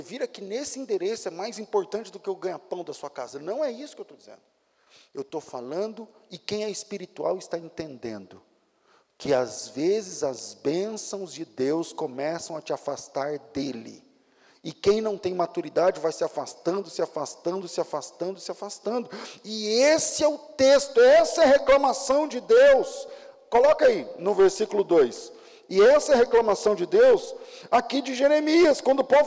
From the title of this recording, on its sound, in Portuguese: Culto ao vivo